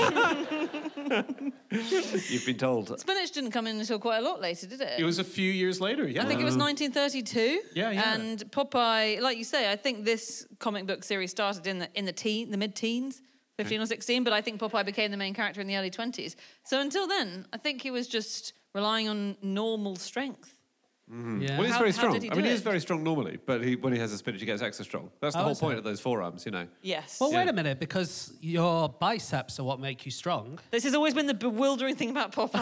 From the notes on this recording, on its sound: Live from the Bloomsbury Theatre, London